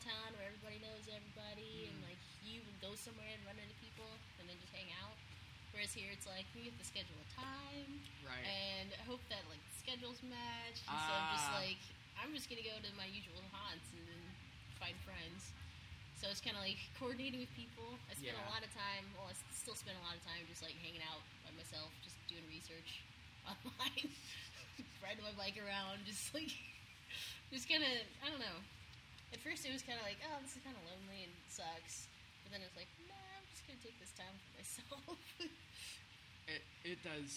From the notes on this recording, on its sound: It’s the first time I’ve recorded face to face as well as outside with all of the elements you might expect to hear in an urban park. You’ll get some ambiance like birds and the sound of camp stoves, as well as some guy yelling in the background, and there’s a fairly loud fountain nearby! I tried to clean it up to have our voices stand out as strongly as possible, but I apologize in advance if it’s hard for anyone to hear.